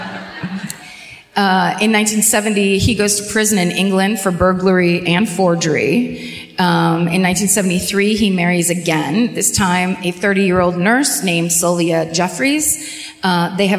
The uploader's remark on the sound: Live at the O2 Academy in Glasgow